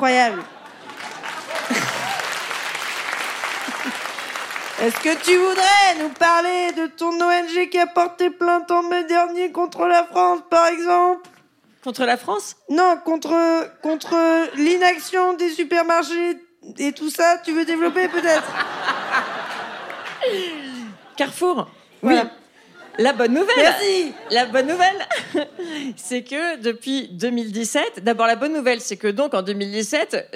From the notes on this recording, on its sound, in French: Captation réalisée au théâtre de l'Européen.